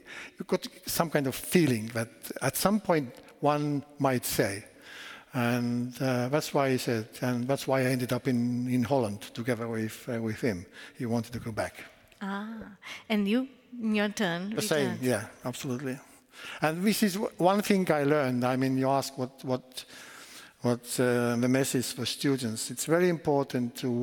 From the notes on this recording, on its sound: The evening was held at the Lund University Aula and ended with a Q&A with the audience.